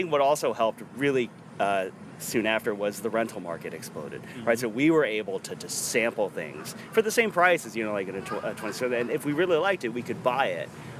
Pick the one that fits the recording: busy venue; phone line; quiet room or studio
busy venue